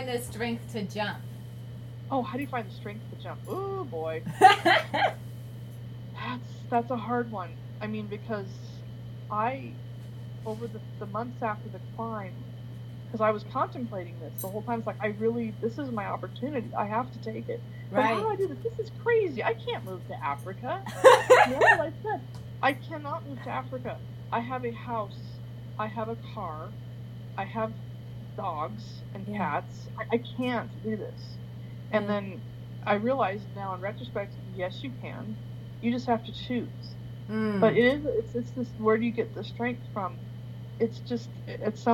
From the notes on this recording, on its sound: We had a few recording difficulties